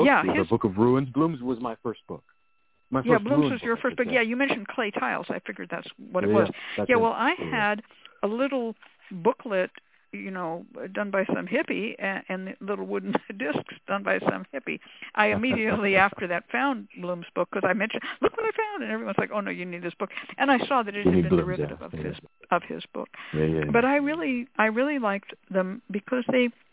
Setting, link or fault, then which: link, phone line